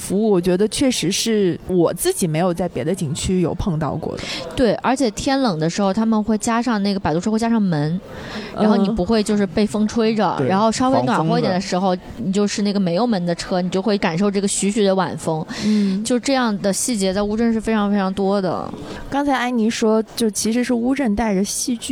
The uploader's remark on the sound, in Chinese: 本期节目为室外录制，开头略有背景杂音。参加第十届乌镇戏剧节。人潮喧闹的声音、嘉年华的欢呼声都回来了。